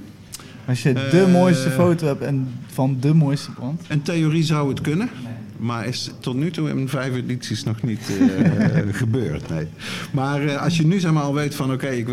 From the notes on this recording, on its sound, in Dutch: Aflevering met publiek vanuit coffeeshop High Times in Eindhoven.